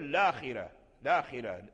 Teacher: لكن لو لم نأتي بهمزة الوصل فليس فيها لورش إلا القصر